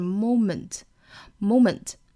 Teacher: 我们听到了英音的发法呢，是有一个双元音的滑动感，但是美音的话没有哈，美音的是 moment.